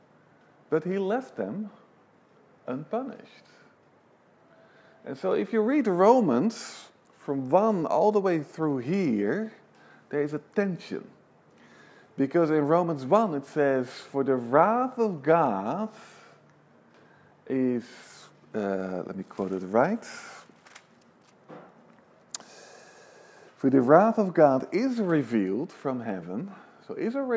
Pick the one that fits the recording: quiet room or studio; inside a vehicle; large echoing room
large echoing room